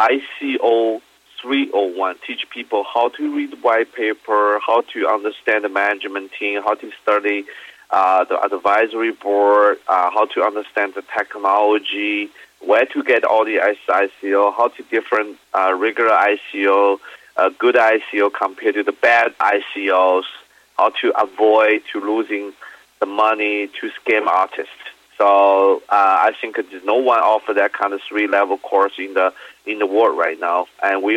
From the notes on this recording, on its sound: called in to SmallCapVoice.